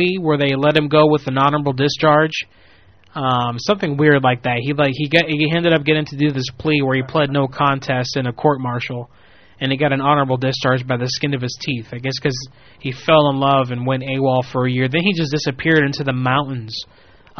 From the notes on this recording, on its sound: Personal Prank Phone Calls Collection